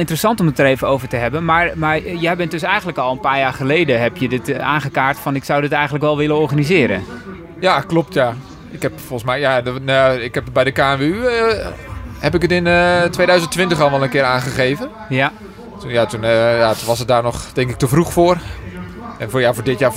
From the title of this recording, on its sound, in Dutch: Live vanuit Epe bij het eerste officiële NK Gravel